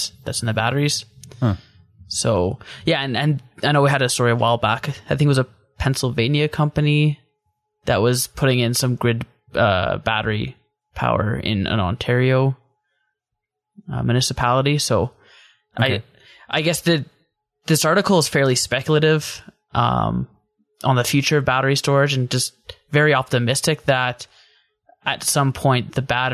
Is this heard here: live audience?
no